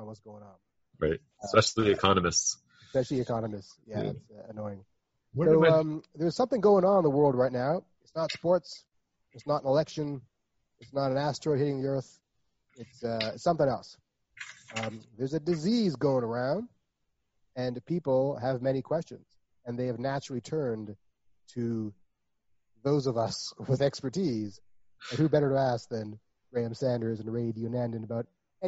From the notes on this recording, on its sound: The audio was rendered from that Zoom video call so it is, shall we say, less than ideal.